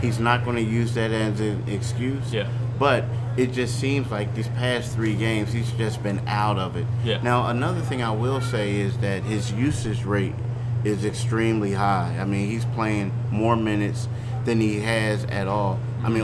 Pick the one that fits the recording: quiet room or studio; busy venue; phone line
busy venue